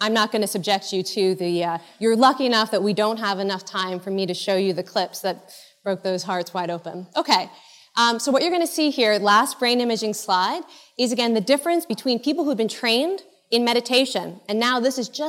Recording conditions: live audience